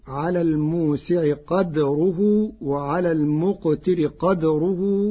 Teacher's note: قرأ ورش كلمتي قدره بإسكان الدال